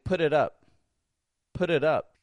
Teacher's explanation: If you don't know about the flap T linking, then that put it up might sound like it's all one big word, right? But if you know about the flap T linking, then you know that the phrase put it up consists of three separate words.